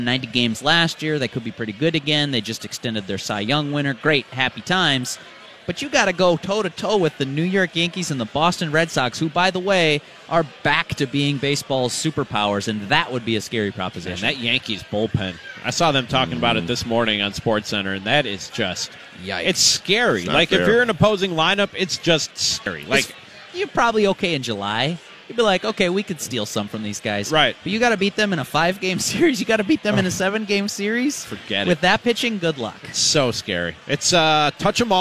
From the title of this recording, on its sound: LIVE from Kieran's Irish Pub